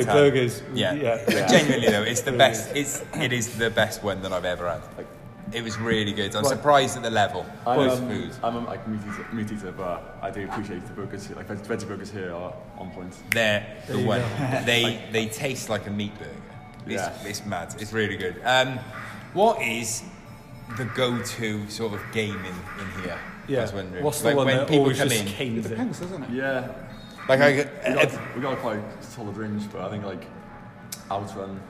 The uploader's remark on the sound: This week we recorded at the amazing Kongs Cardiff. Arcade game themed bar.